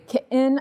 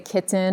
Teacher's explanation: I say kitten, I don't say kitten or anything like that. It's that middle sound, kitten, that's the glottal stop. · Shown in: first take